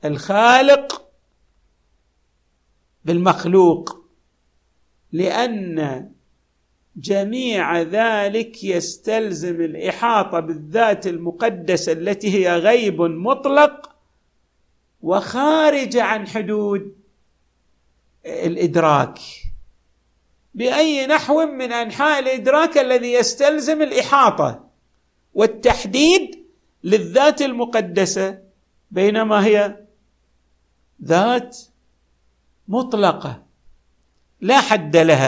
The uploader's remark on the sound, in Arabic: تسجيلات جامع الامام علي عليه السلام الأحساء المبرز